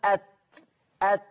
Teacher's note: طب ولما اجي اقول ات قول كده ات، هتجدوا ان ظهر طرف اللسان اصطدم باصول الثنايا العليا. اما بتبتدي السنان تغيب جوه في اللحم ده، لحم اللثة دي اسمها أصول الثنايا العليا، أت. · Term: التاء